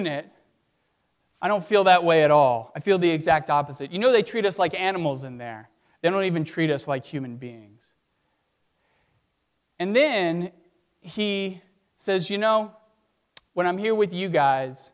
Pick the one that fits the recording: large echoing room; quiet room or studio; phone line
large echoing room